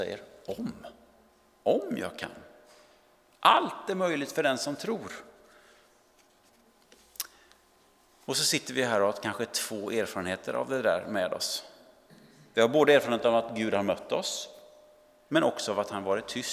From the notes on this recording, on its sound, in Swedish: Inspelning från Immanuelskyrkan Skövde.